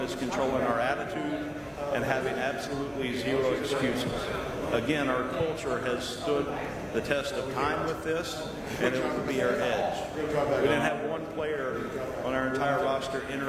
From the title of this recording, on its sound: Main Room Press Conference